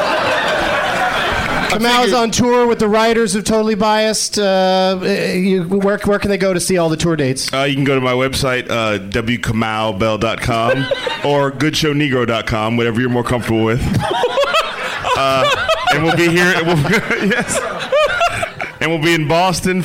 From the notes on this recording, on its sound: Live from the Helium Comedy Club in Philadelphia.